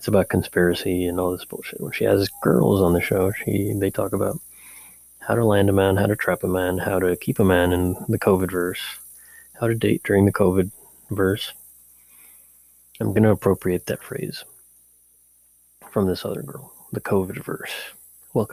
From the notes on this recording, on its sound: I have to apologize in advance for the mysterious and slight hum in the mic during the episode. The background noise is from the neighborhood.